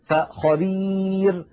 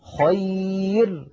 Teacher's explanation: هذه الراء مرققة لأن قبلها ياء ساكنة